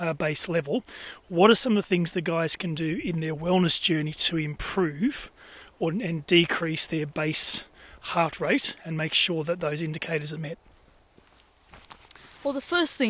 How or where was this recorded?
outdoors